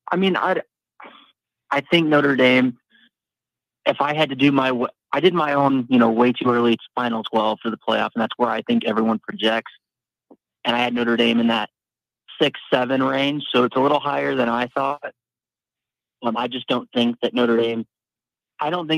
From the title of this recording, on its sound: Call in/Chat LIVE